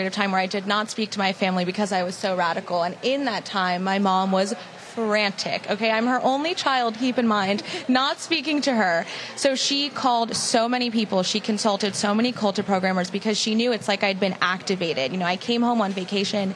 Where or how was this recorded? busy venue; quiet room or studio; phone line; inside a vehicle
busy venue